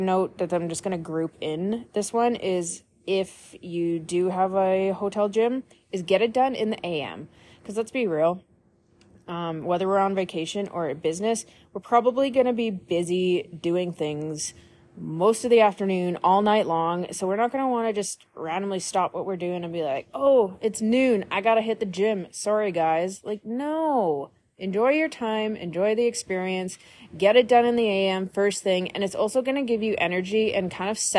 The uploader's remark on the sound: Live from the Calgary Int. Airport.